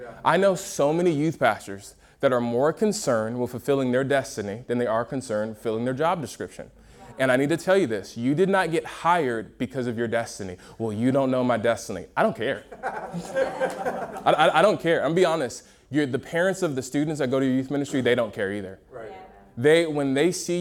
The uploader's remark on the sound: a Q&A session from UG Conference at Motion Church in Seattle